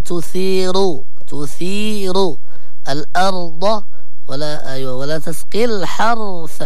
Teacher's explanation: هنا لابد من تفخيم الراء سواء في كلمة تثير أو الأرض أو الحرث